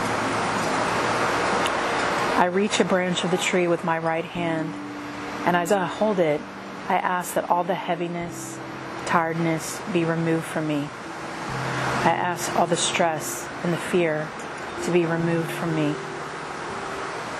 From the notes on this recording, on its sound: A free guided meditation recorded outdoors.